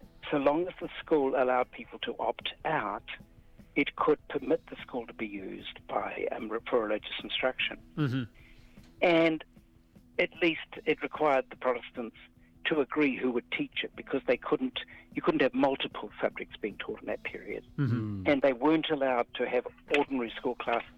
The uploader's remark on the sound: chimes in over the telephone